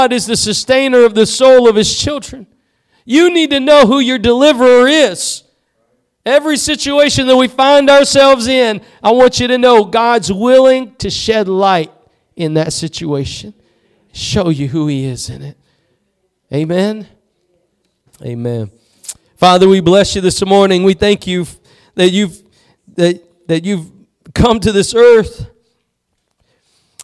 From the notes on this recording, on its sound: Preached at Gospel Lighthouse in Bossier City, La.